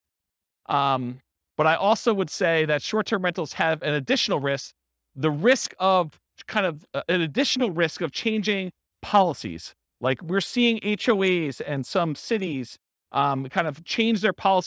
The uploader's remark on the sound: This was a live class recorded